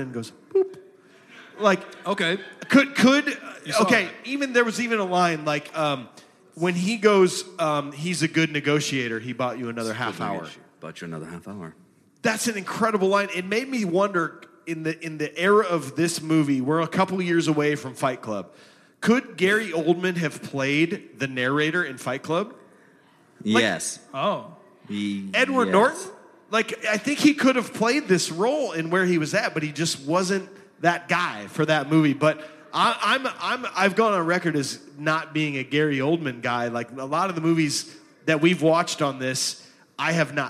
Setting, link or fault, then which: setting, live audience